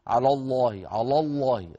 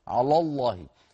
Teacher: تبقى لام على مرققة ولام لفظ الجلالة مفخمة · Shown in: second take · على الله ولا نقول على الله.